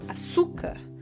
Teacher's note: a palavra se pronuncia açúcar em que o su é pronunciado com mais força · Term: paroxítona